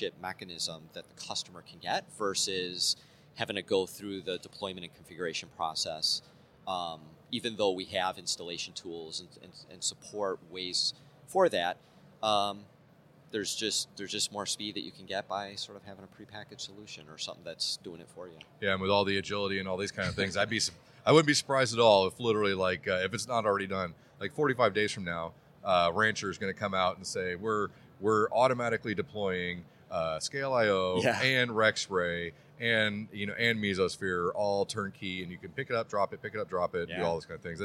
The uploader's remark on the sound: joins us live on The Hot Aisle during Day 3 of Dell EMC World 2017